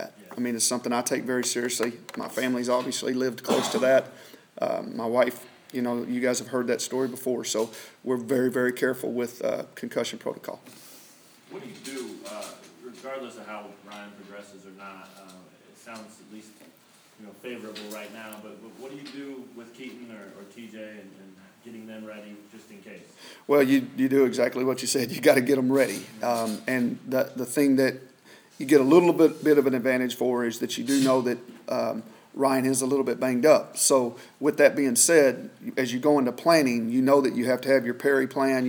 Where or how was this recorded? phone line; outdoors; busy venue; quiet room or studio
busy venue